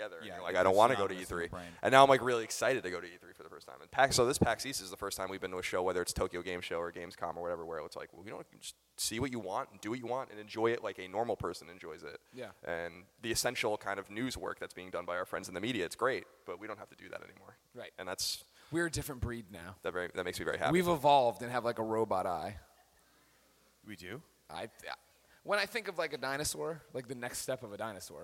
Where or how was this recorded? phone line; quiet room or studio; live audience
live audience